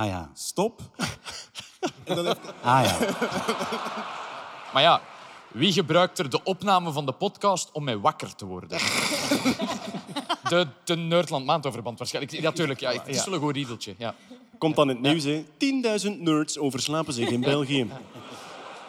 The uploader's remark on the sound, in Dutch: Live op Nerdland Festival. Een nieuwe podcast, live vanop het Nerdland Festival!